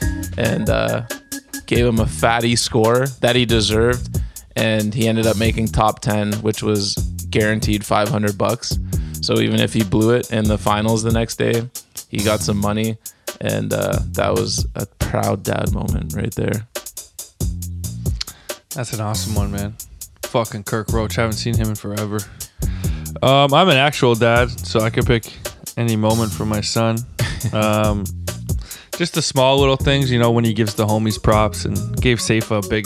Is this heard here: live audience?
no